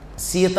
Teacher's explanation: ఉదాహరణకి ఇప్పుడు స అన్నాం, అది దంత్యం, దంతములు పైకి లేస్తాయి అప్పుడు · Term: దంత్యము